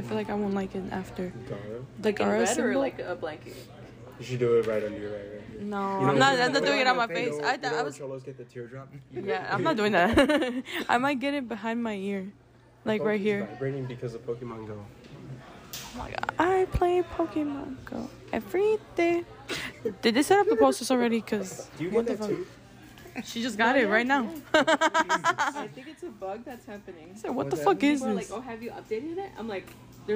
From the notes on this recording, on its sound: we went early to our school and recorded a not-so-mini-episode in the diner